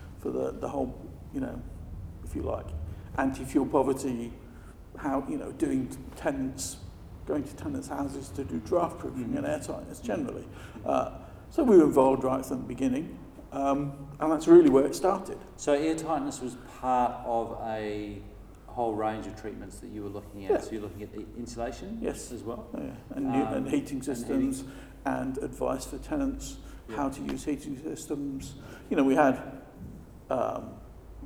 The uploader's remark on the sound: At the 2019 Passive House Conference in Heidelberg